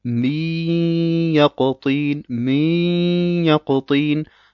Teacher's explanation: Sie nehmen sich zu lange Zeit für die Kasra beim Mim zum Beispiel und sagen dann nicht Miyakotin, sondern Miyakotin, Miyakotin.